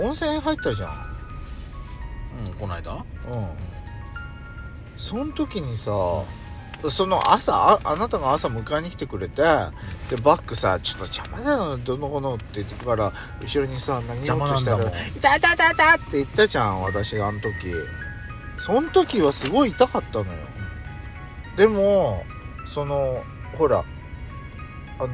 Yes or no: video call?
no